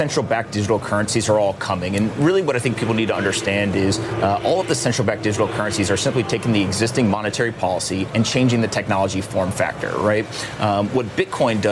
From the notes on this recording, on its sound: live from the New York Stock Exchange